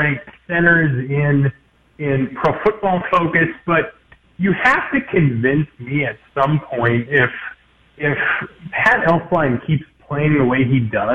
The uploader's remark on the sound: take your phone calls